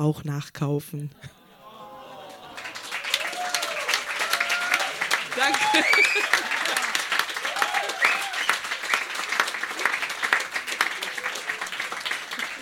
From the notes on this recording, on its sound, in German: Im Monarch, Berlin. Texte von gestern“-Liveshow. Unser tolles Publikum.